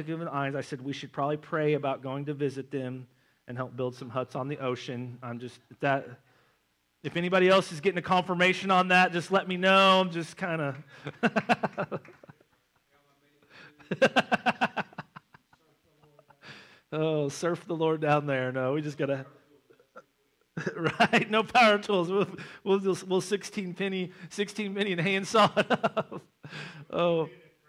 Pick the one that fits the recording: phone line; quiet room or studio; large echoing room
large echoing room